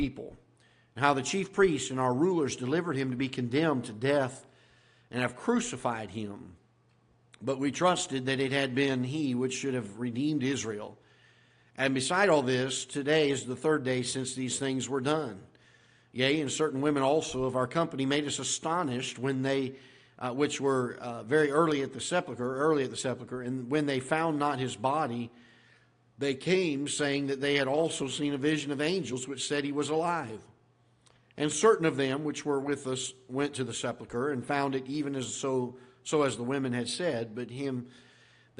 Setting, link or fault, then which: setting, large echoing room